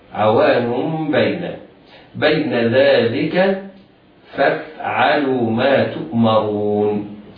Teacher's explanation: عوان بين كلمة عوان منونة بالضم. التنوين حكمه الإقلاب لوقوع الباء بعده